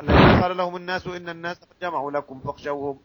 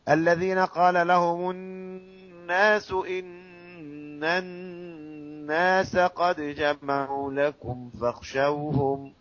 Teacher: الميم المشدده والنون المشدده تغنى بقدر حركتين · Shown in: second take · Term: الغنه